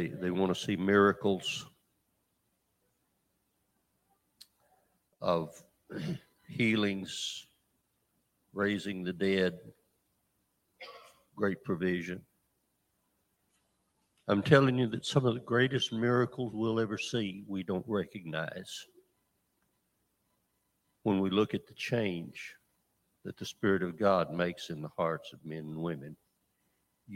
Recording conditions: large echoing room